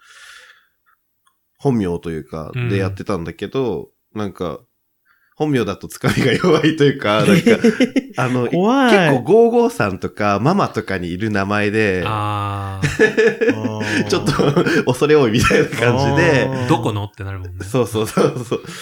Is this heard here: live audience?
no